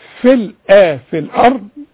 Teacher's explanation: الراء هي المفخمة، الراء اللي عليها السكون